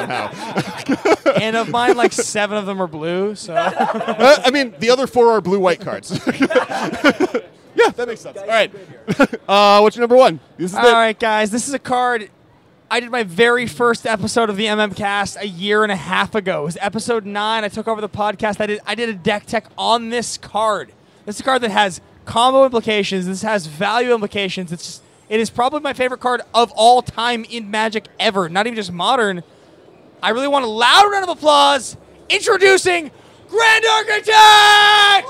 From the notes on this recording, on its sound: Live! From #GPLA at LA LIVE. We were able to put on a podcast recording in front of a Live "Studio" Audience! At the Staples Center in LA Live. Followed by live fan questions.